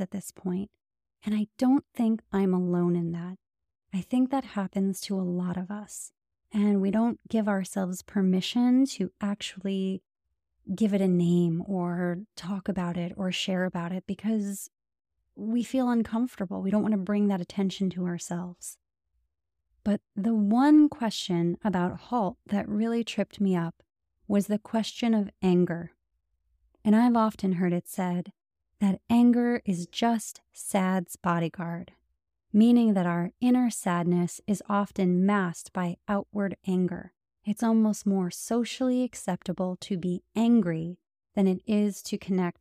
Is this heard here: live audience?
no